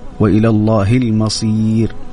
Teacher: الراء هنا تكون يعني مرققة وليس مفخمة